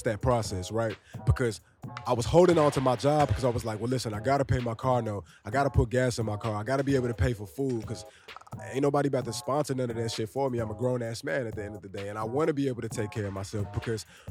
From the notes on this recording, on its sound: I give you my imperfect but satisfied attempt, at recording a podcast underneath the Manhattan Bridge at the L.E.S skatepark.